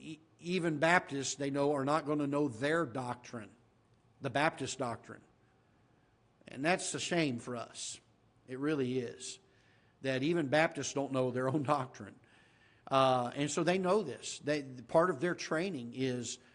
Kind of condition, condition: setting, large echoing room